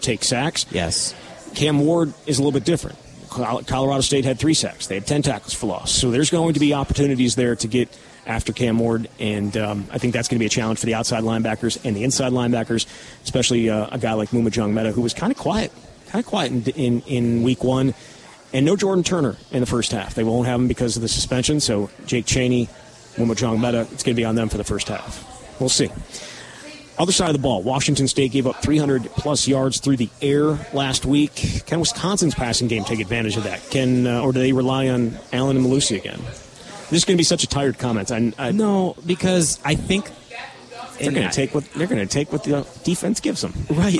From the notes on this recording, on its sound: live at Monk's in Sun Prairie